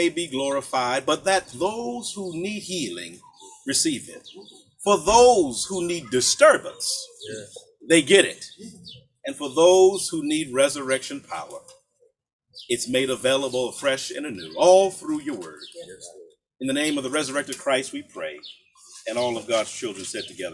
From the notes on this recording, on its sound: For our worship during Earth Week we joined Valley View Presbyterian Church to celebrate the installation of their solar panels in a large outdoor gathering.